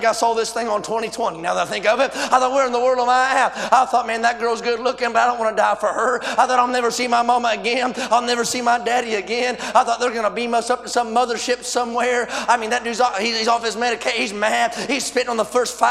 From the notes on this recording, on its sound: A sermon preached Wednesday Evening during our Spring Jubilee, on March 29, 2023.